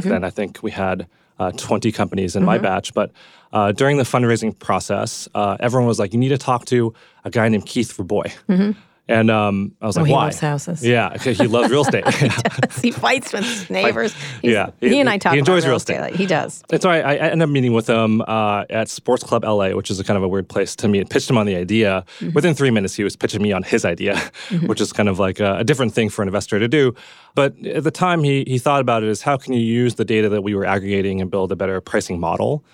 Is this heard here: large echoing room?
no